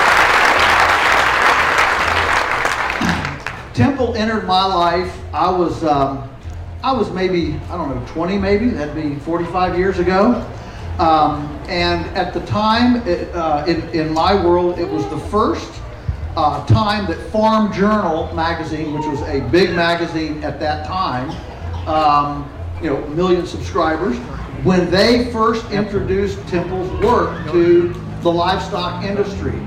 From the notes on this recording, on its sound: The interview was done at the Homestead Festival